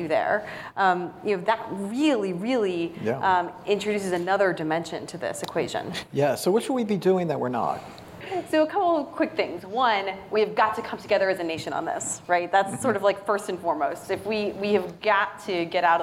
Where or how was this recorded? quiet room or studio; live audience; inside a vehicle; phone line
live audience